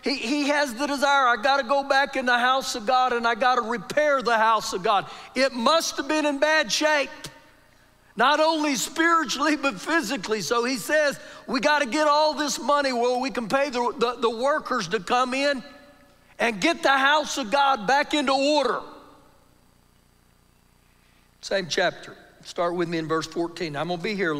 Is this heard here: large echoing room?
yes